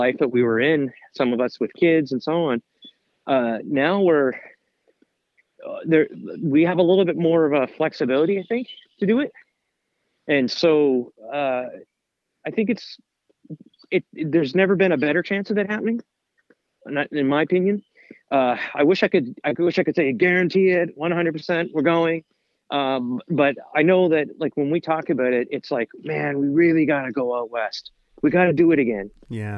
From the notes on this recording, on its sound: on the phone